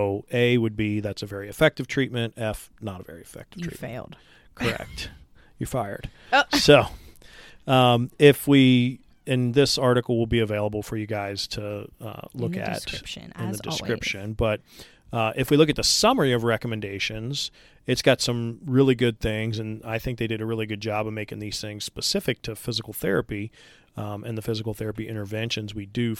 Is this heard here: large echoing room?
no